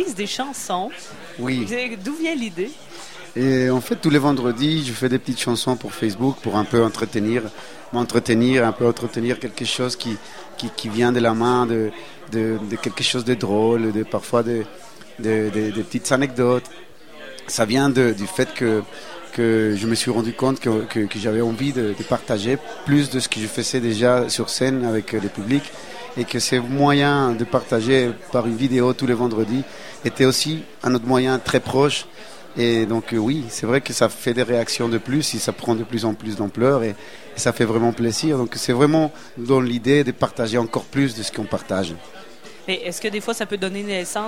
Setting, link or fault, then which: setting, busy venue